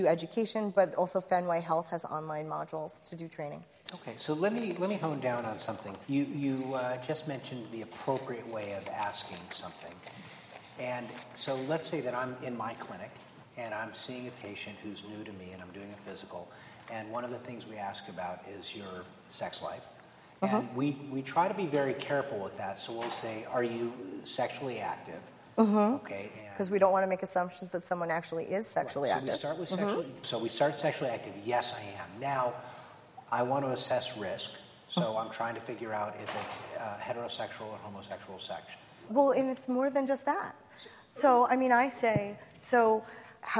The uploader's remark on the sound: At a recent live event recorded in Chicago